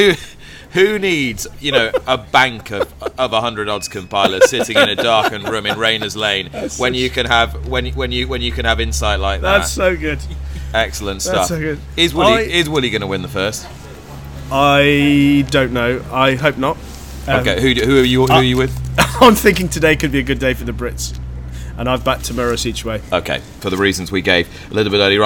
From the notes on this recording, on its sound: brought you from the Fitzdares Club on the racecourse